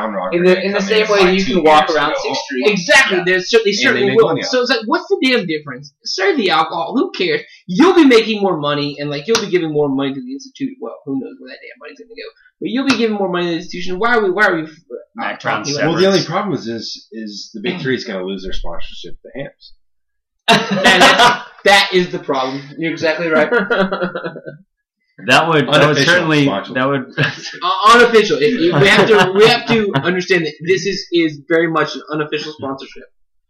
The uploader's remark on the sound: I messed up the hardware configuration before the recording and the resulting sound quality is atrocious.